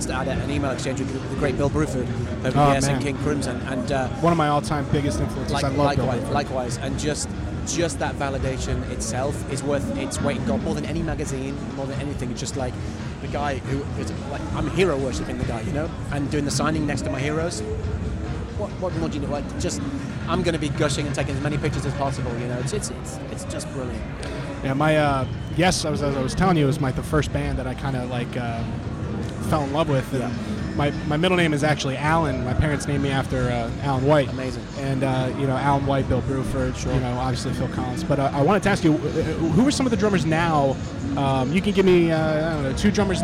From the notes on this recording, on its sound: live from NAMM 2020